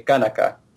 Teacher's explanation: It switches the stress from penultimate to the first syllable.